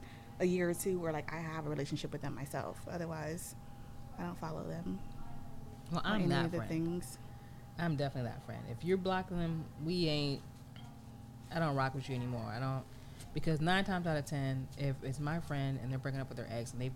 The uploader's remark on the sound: low audio